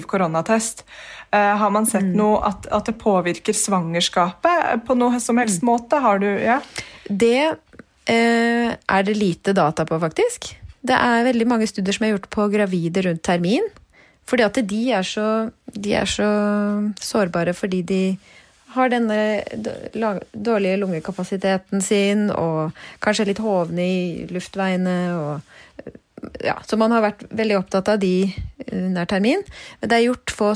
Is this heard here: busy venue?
no